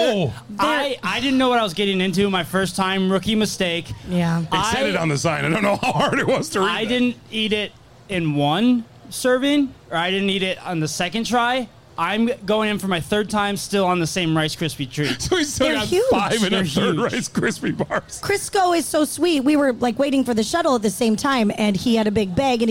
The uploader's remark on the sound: We're back out live at the fair and on a tear!